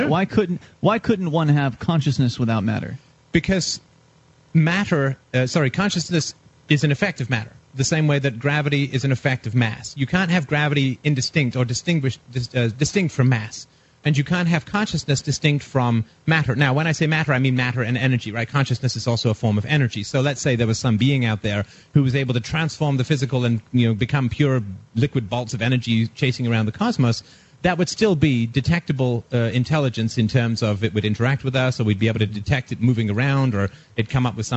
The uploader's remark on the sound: broadcast on Free Talk Live 25 June 2010, at the Porcupine Freedom Festival in New Hampshire